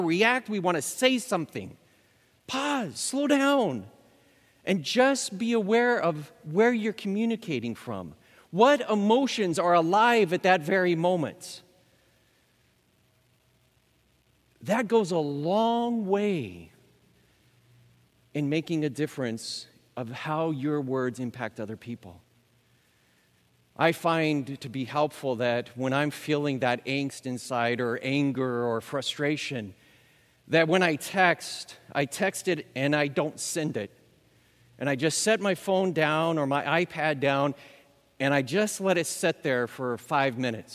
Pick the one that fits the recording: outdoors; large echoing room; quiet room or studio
large echoing room